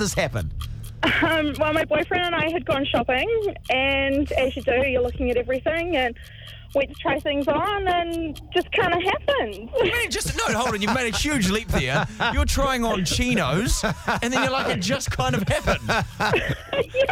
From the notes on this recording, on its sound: try and get as many Reality TV stars on the phone as possible